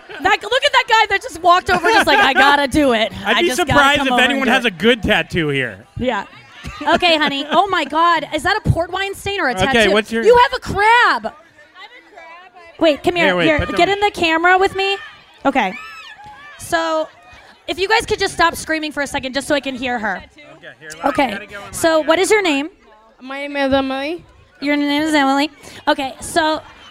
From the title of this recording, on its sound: Live From JUST FOR LAUGHS ESCAPES - CANCÚN!